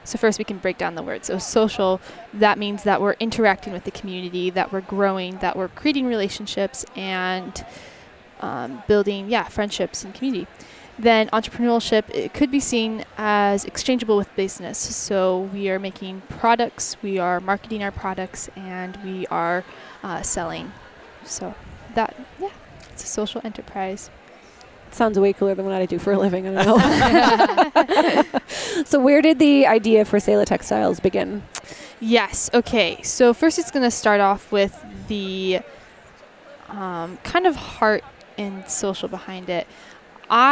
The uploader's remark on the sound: Live from LWML National Convention. Live from the LWML National Convention in Lexington, Kentucky.